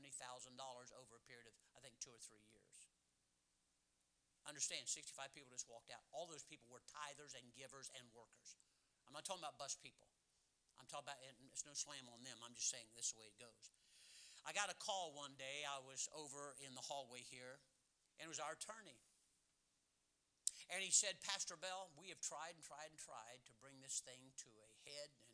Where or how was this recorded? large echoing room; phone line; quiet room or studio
large echoing room